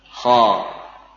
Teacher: suara tidak diakhiri dengan seperti hamzah sukun